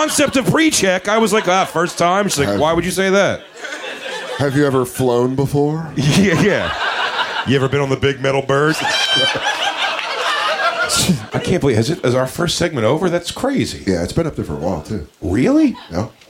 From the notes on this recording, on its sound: Live before a frenzied Village Underground crowd in NYC.